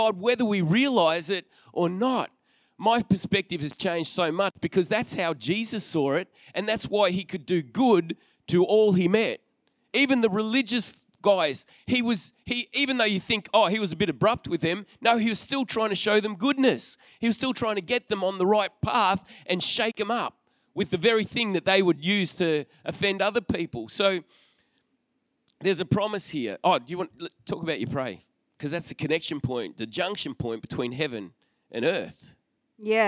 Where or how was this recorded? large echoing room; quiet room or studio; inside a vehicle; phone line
large echoing room